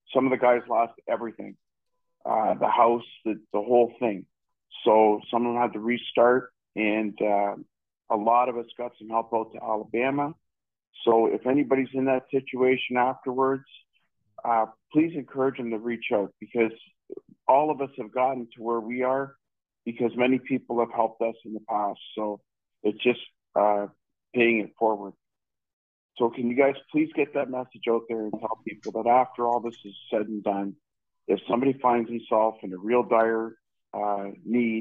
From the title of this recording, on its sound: Live call